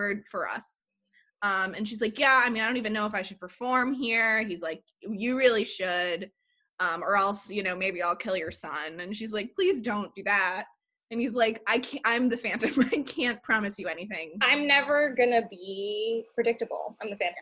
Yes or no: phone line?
no